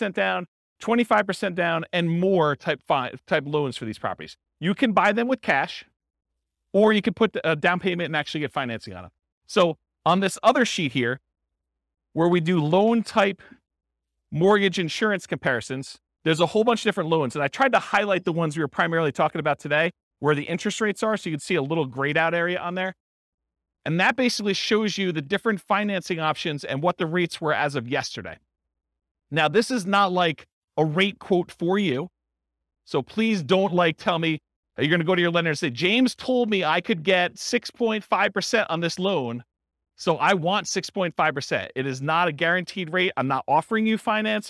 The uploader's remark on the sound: This was a live class recorded